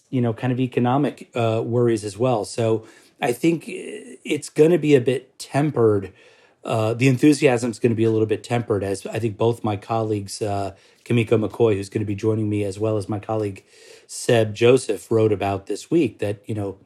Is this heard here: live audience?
no